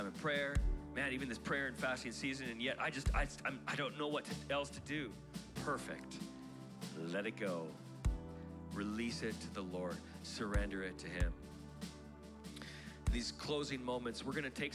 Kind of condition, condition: setting, large echoing room